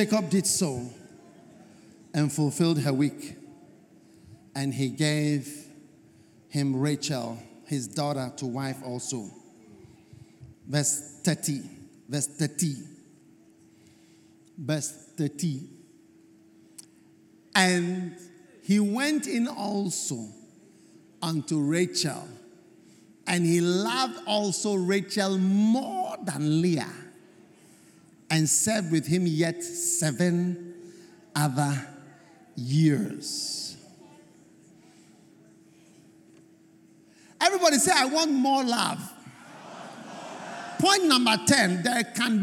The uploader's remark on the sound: Preached At The First Love Centre, Accra, Ghana